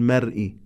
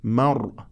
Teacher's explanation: بين المرء، لا نقول مرئي، مرء، الراء مفخمة لأنها الراء الساكنة سبقها حرف مفتوح · Shown in: second take